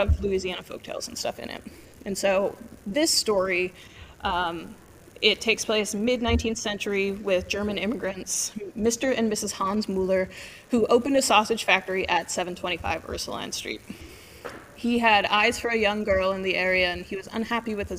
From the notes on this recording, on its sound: as we record LIVE from the True Crime Podcast Festival in Dallas, TX